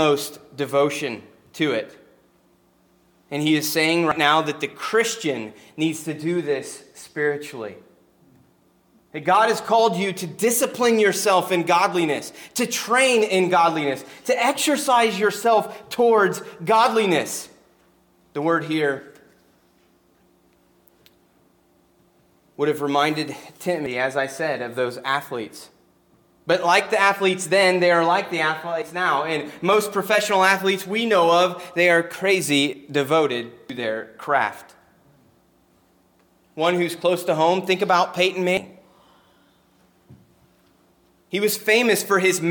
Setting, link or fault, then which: setting, large echoing room